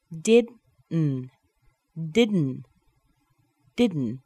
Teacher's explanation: we make the D, we leave the tongue on the teeth, and let the air switch between the mouth and the nose.